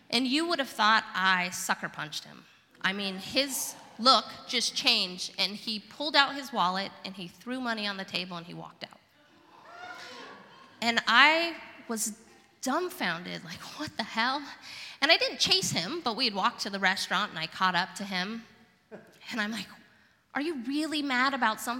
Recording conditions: live audience